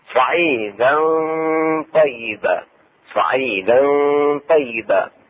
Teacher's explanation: إخفاء التنوين وهي فتحتين مع الطاء مع الغنة